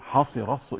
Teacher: نتيجة مقاربة التاء مع الصاد فعمل إضغام